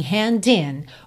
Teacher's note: O primeiro hand eu já junto no in, hand in. O segundo, hand, eu não preciso fazer a questão hand, hand, tá?